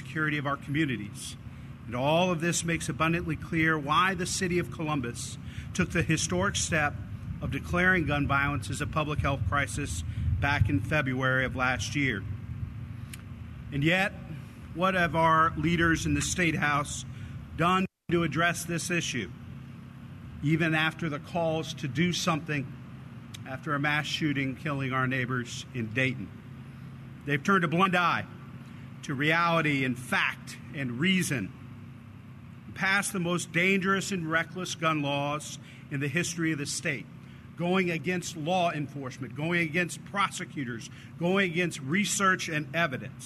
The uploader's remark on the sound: Portions of a news conference held Thursday in front of the Ohio Statehouse